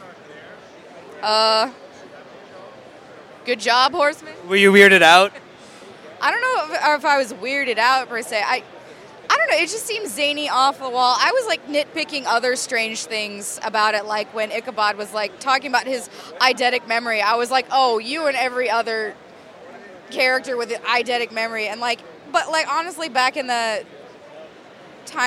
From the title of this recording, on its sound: NYCC: The Interviews